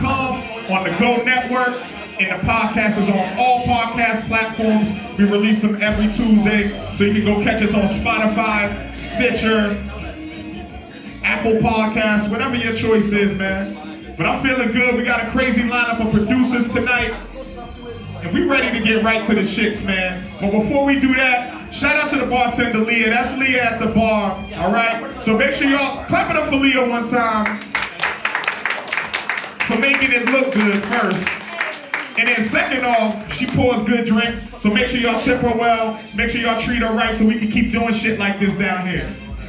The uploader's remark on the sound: Live in Allston, MA. We had an opportunity to take a trip to Allston, MA where we got a chance to hear some amazing producers and battles.